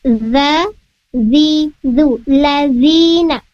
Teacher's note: Untuk huruf zal sendiri makhrajnya, agar lebih tepat penyebutan hurufnya, ujung lidahnya diletakkan pada ujung gigi seri atas